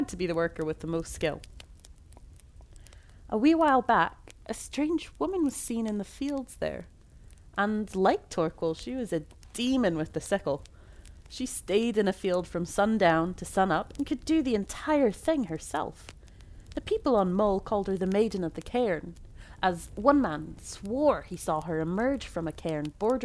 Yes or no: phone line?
no